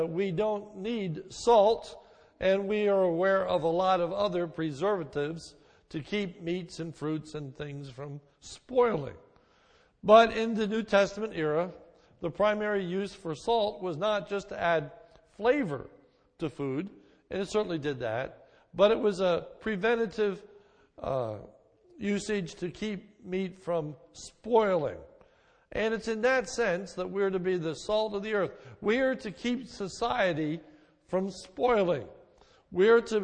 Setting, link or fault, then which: setting, large echoing room